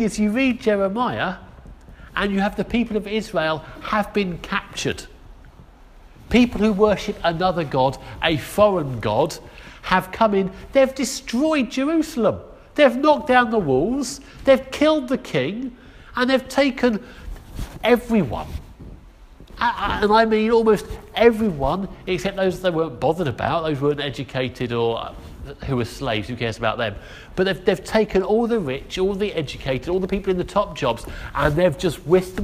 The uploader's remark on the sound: Our sermon from the 9am service